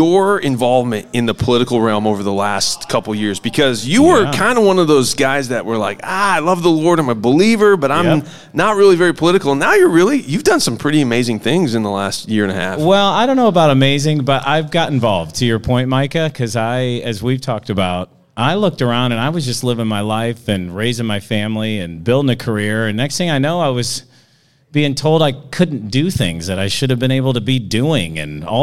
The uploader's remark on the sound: broadcast live from the Hamilton County GOP Lincoln Day dinner